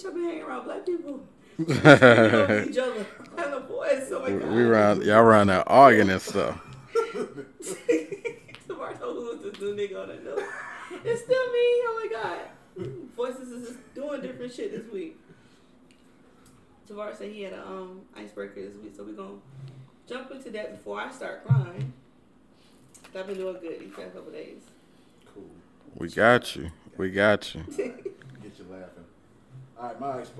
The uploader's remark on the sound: in the mist of our technical difficulties